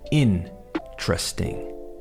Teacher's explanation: The key is to emphasize that first syllable como si fuese esdrújula, and then say tresting.